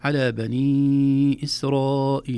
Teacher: الأول مد جائز منفصل، نمده في حفص 4 حركات. إسرائيل مد واجب متصل، نمده 4 حركات.